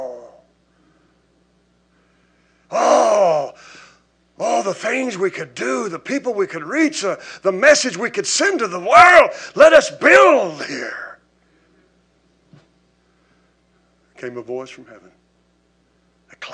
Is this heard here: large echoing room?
yes